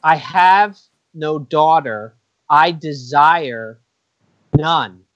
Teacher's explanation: I kind of read that none as a dying fall